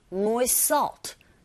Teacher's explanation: 이런 경우에 첫 번째 자음이 탈락하는지라 결과적으로 발음하실 부분은 moist salt, moi까지 하시고 salt로 넘어가신다고 보시면 돼요.